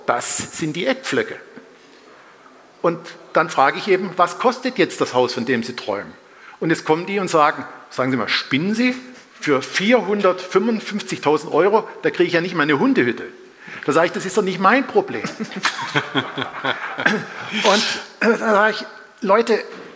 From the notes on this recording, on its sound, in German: live vom F.A.Z.-Kongress